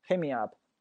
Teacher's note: some advice.实际上呢，我想要一些建议。另外人讲，那个女生啊非常酷，对吧？说 hit me up, hit meup。那个 hit 那个 T 直接没有发音啊，直接变成 hit meup。 T 不发音的原因很简单，T 在结尾，而且 T 后面加了一个辅音 m，hit meup，对吧？说来听听，OK。那接下来我们给大家讲讲这 hit me up 这个词到底怎么用。首先呢，它意思很多，最常见的一个意思可以表示跟某人要钱，啊，或者是向某人寻求帮助啊，经常会跟